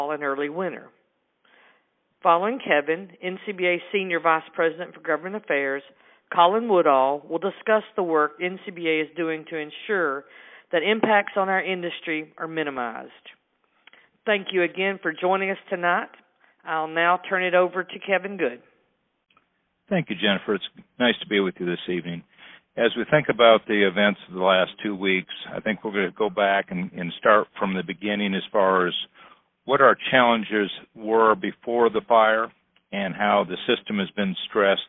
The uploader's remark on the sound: This week's Beltway Beef podcast features audio from a Thursday night conference call that NCBA hosted for members.